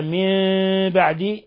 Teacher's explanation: إذن من بعد نون ساكنة جاء بعد حرف الباء، الحكم التجويدي، الحكم التجويدي إقلاب، حيث أخفينا الميم حيث أخفينا النون الساكنة ميما، قلبنا النون الساكنة ميما مخفاة